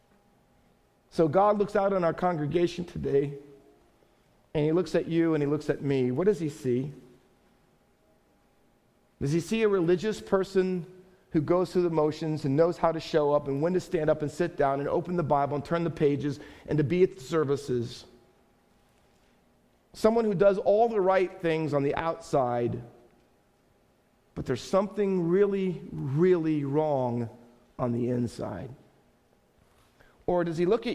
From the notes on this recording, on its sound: Faith Baptist Church in Hamilton, NJ.